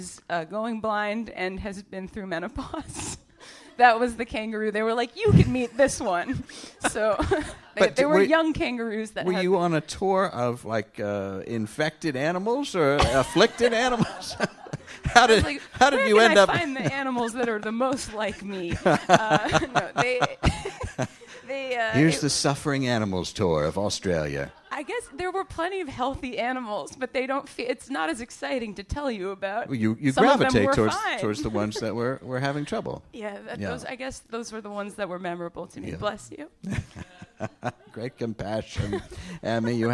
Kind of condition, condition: setting, live audience